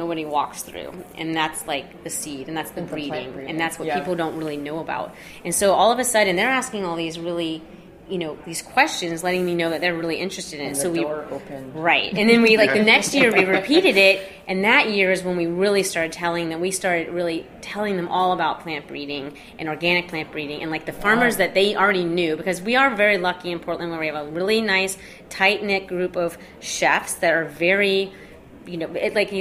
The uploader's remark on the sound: On-site at Organic Seed Alliance’s 8th Organic Seed Growers Conference in Corvallis, Oregon, on February 5-6, 2016, for a special episode of The Farm Report.